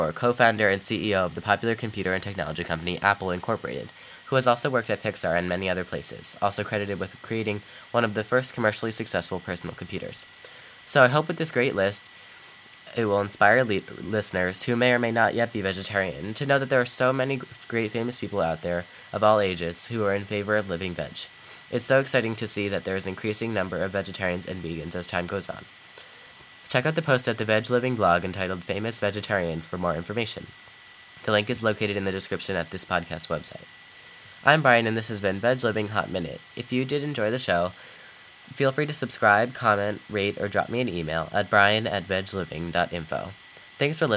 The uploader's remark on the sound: Sorry again for the annoying buzzing noise.